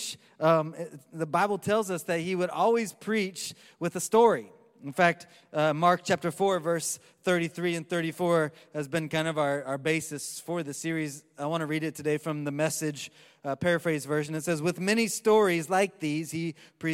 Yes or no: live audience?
yes